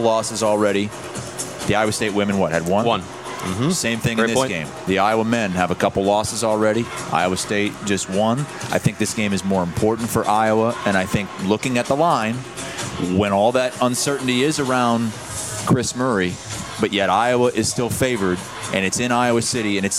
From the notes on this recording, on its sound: Cy-Hawk preview from Stadium Swim. Live from Vegas at Circa's iconic Stadium Swim.